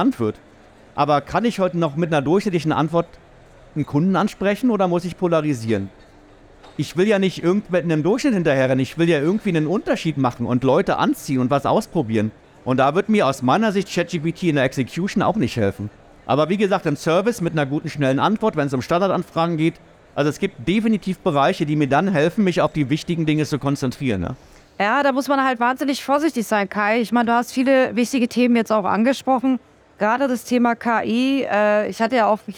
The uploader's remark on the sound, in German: OMR 2023. Live vom SAP Stand in Halle 4.